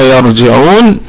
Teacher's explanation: لا يرجعون نقف عليه بالمد الطبيعي حركتين وهذا المد ثابت في الوقف والوصل. يرجعون الكلمة كلها مرققة ما عدا الراء